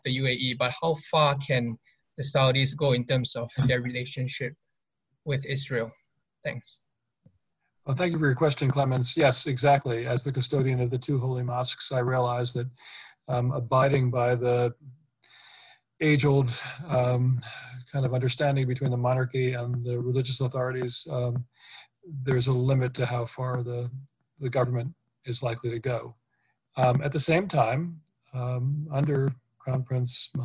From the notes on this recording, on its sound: This public talk was conducted online via Zoom on 2 October (Friday), from 9.00am to 10.30am (SGT).